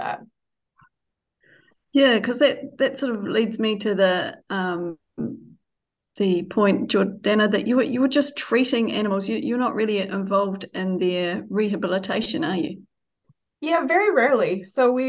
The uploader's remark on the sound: Listen to a recording of the first of two live Q&A sessions from the LEARNZ online field trip